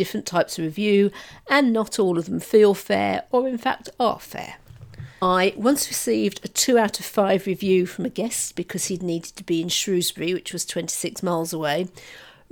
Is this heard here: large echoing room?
no